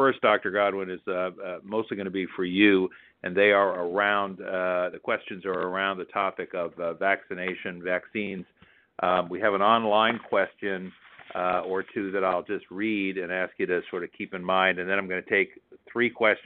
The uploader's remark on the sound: Telephone Town Hall